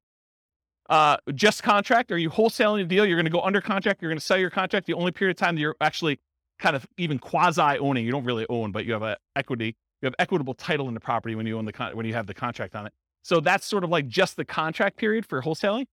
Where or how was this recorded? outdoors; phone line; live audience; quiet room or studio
live audience